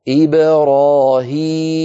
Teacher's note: إبرا هذه الباء ساكنة مقلقلة، قبلها كسرة بعدها فتحة